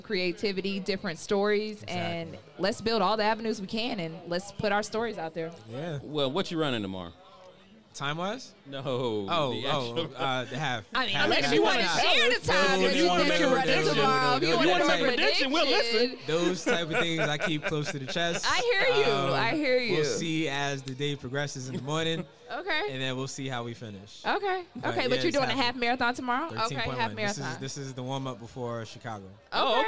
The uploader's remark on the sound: recorded this podcast LIVE from The Race Expo 2021 in Atlanta Georgia